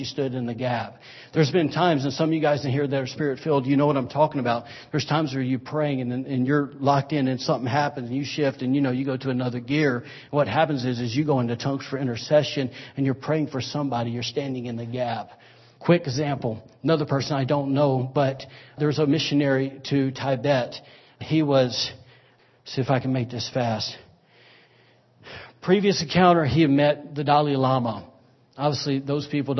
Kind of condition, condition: setting, large echoing room